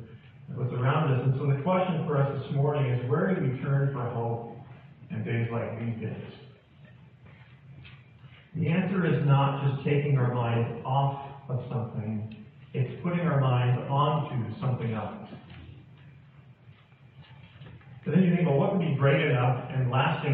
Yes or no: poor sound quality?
yes